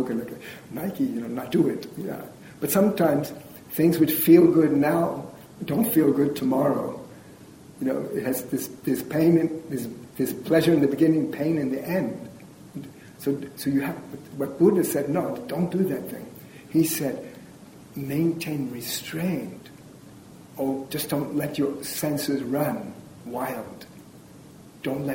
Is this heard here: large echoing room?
yes